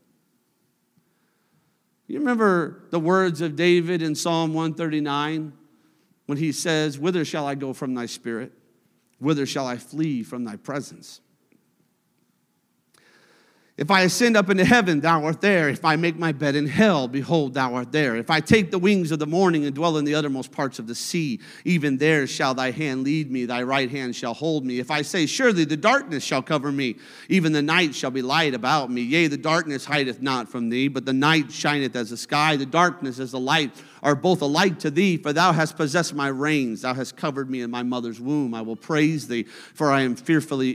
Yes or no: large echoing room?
yes